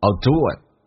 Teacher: Okay, I will 可以弱化成 a 加个 l 这个发音，当速度很快的时候变成 o